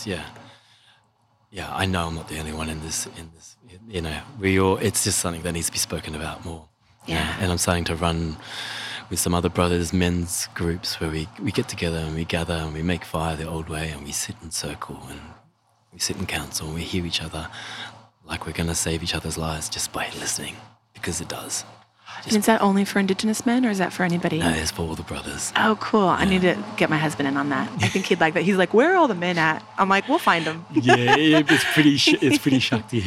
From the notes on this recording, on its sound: Live from B Smoothie in Habitat Byron Bay, Australia. This is the first interview of the live series.